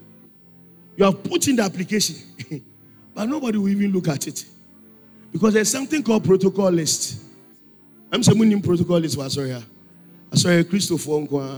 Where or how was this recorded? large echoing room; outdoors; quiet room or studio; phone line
large echoing room